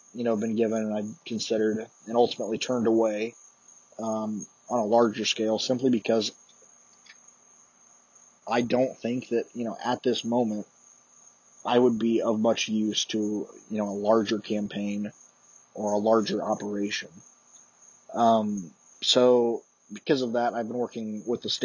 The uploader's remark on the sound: Excuse the poor audio quality